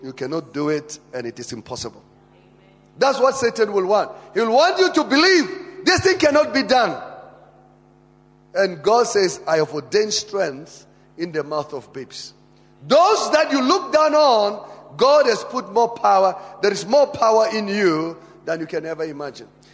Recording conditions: large echoing room